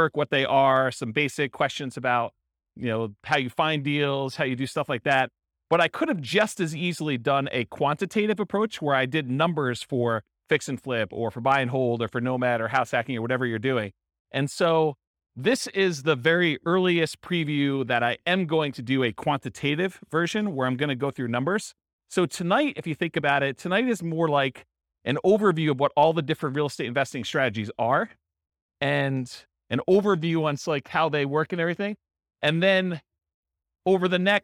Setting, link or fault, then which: setting, live audience